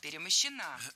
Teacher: Ударение в этой форме падает на окончание «а»